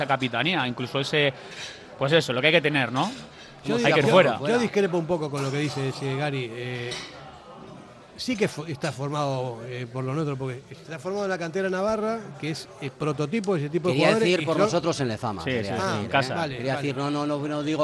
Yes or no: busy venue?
yes